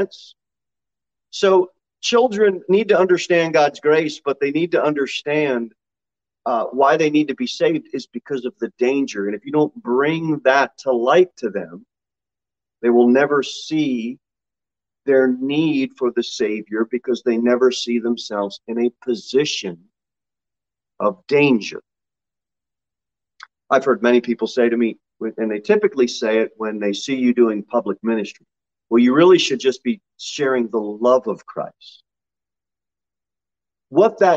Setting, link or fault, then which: setting, large echoing room